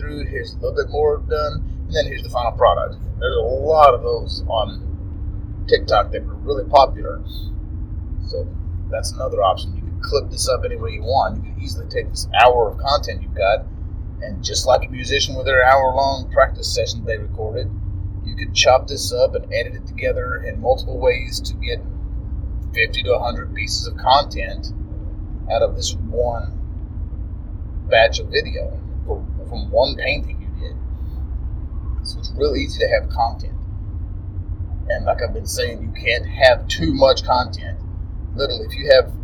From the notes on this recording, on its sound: Sorry for the poor Audio quality on this one.